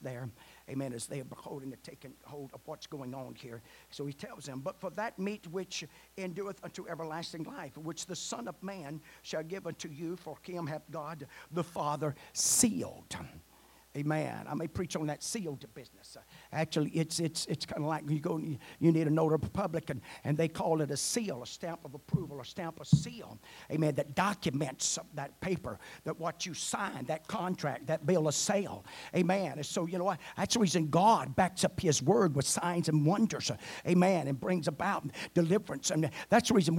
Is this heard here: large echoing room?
yes